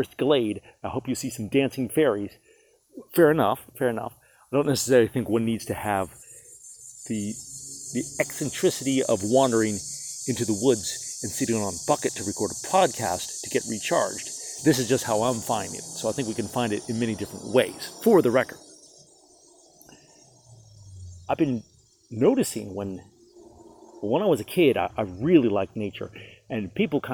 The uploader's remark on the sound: Wandered into the woods to record tonight's episode! Live from the Glade.